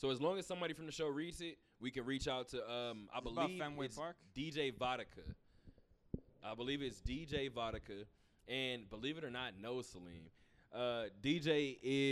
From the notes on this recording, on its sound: Talk that Talk Radio Show Live from Westgate.